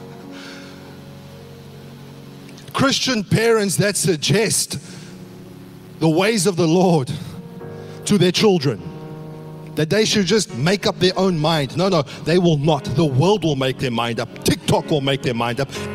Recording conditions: large echoing room